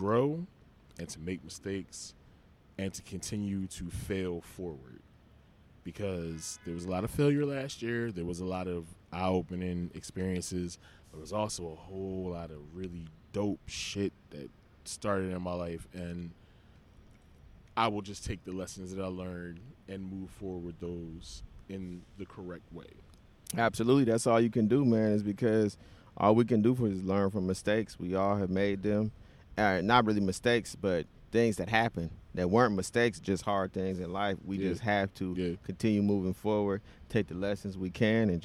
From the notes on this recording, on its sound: In this episode we decided to record in our garden at the Five Points MARTA station.